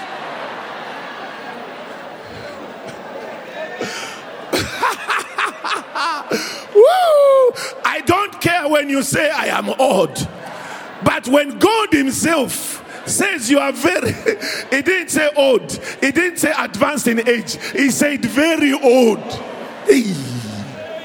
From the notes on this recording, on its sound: preached at the MOH Session, hosted at Grace Bible Church Pimville on the 13th of August 2022